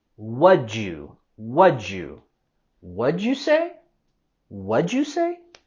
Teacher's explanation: podemos también unir la terminación de what y el inicio de you para hacer un solo sonido